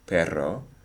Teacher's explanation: There's not much explosion of air following that closure. So generally speaking, in Spanish, P is not aspirated.